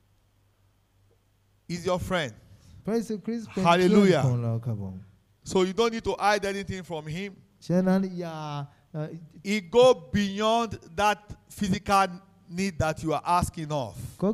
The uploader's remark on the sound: This sermon was Preached Live